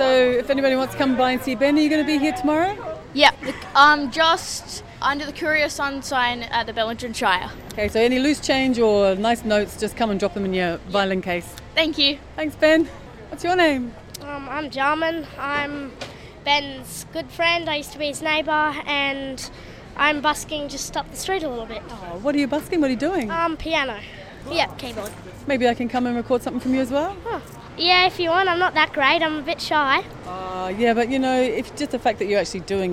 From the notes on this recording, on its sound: A taste of life on the bustling streets of Bellingen during the 2016 annual Winter music festival as part of a live broadcast between 2 triple B Bellingen and BayFM 99.9 Byron Bay.